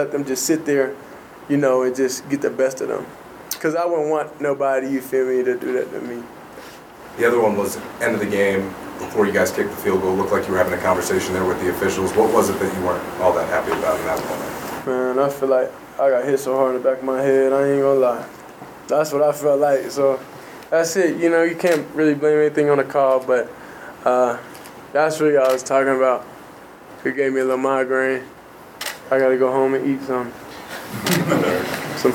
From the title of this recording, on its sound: Post-game press conference